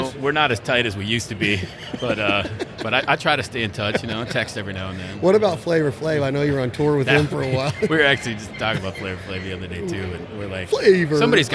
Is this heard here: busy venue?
yes